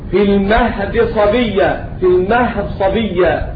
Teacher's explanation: في المهد صبية إضغام الدال في الصاد